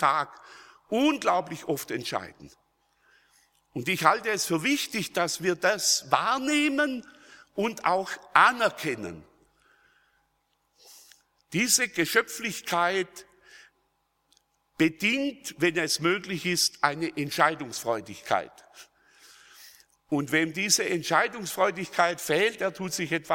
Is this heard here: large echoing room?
yes